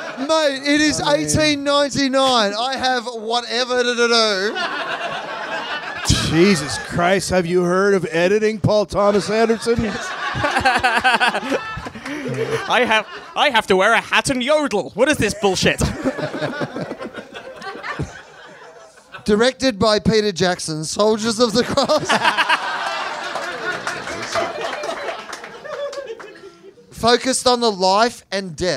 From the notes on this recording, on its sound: Recorded live at The Nerdmelt Showroom in LA.